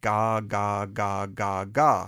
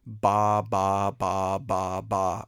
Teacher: you're getting visual information that says ga, which is sort of your tongue goes sort of to the back of your throat when you do that, whereas you're hearing ba, which you produce by closing your lips